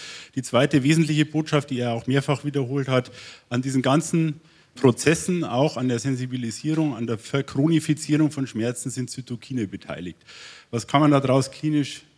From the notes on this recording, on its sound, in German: Live vom DGRh-Kongress 2023. Interdisziplinäres Symposium vom DGRh 2023. Live vom DGRh-Kongress 2023.